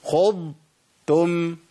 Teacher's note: انا لساني ما لمسش في مخرج التاء وانا بجيب الضاد، لازم افصل بين المخرجين